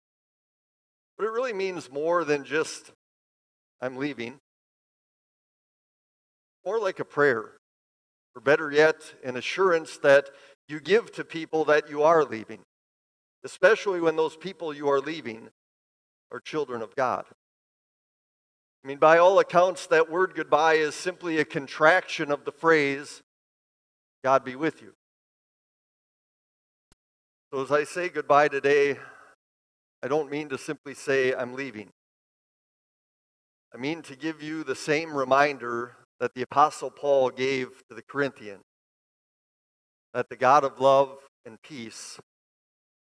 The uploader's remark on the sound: Bethany, Appleton, WI. Preached this sermon at Bethany's Sunday worship on December 10, 2023.